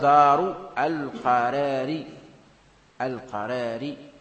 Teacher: راء مكسورة وقبلها راء مفتوحة، فيعني كفت عن الكف الراء المفتوحة فأميل، أميل الألف الذي في القرار · Term: الإمالة